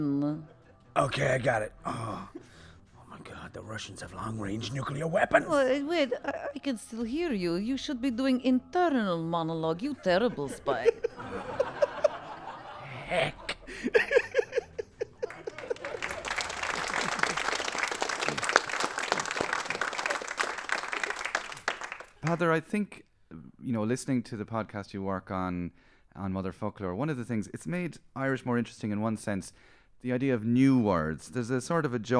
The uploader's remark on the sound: The shows were recorded live May 2018 as part of Comedy Showhouse at The Project Arts Centre in Dublin.